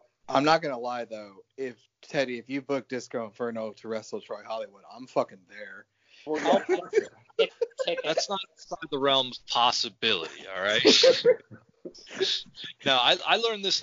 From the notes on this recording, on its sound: Skype it up.